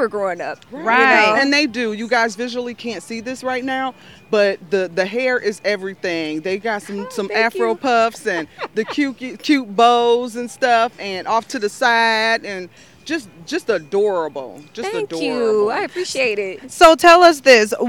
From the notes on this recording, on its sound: Exposed The Podcast traveled the Summerfest Grounds collecting live audio footage from several vital participants.